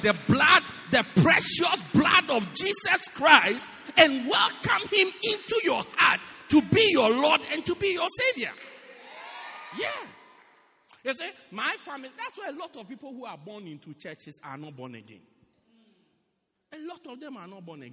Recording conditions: large echoing room